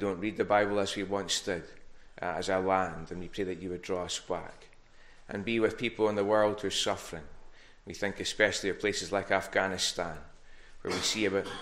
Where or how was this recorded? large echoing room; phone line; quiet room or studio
large echoing room